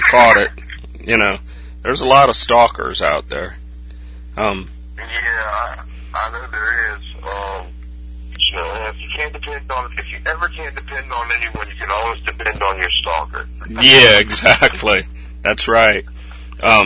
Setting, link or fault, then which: link, phone line